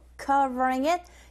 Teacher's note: it이 약하잖아요. covering it 이렇게 연결해서 소리가 들리게 되고요